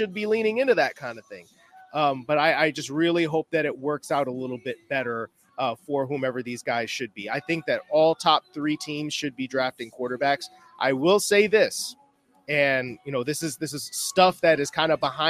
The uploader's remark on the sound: LIVE from the East-West Shrine Bowl in Frisco, Texas.